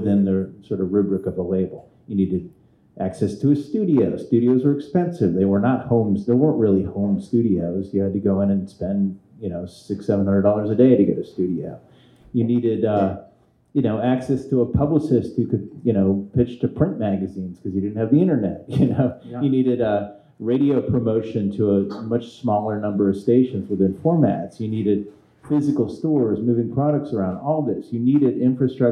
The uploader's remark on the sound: Recorded Thursday, December 15th at Vinyl Tap in East Nashville